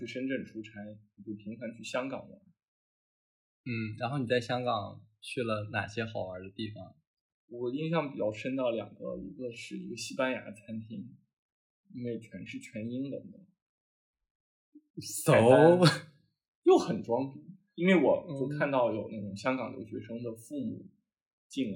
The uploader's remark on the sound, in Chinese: 新手主播第一次录节目，音质略有瑕疵，还请见谅。